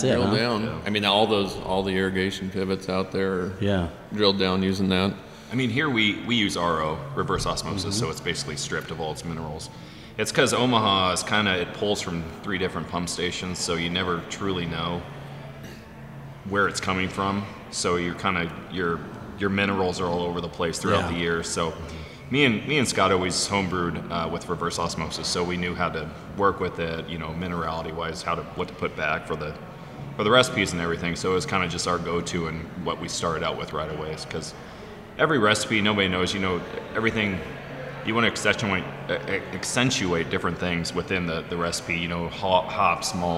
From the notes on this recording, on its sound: We went to a local brewery, Kros Strain Brewing Company in Omaha, to record our podcast